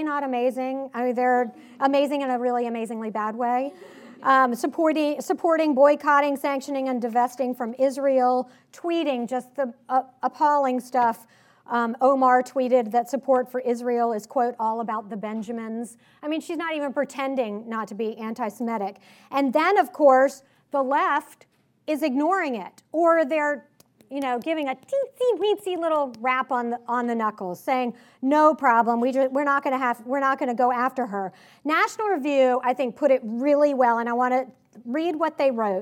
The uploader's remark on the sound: Recorded at the 2019 Western Women's Summit hosted by the Clare Boothe Luce Center for Conservative Women in Santa Barbara CA on April 5, 2019. Her remarks were recorded at the 2019 Western Women's Summit hosted by the Clare Boothe Luce Center for Conservative Women in Santa Barbara CA.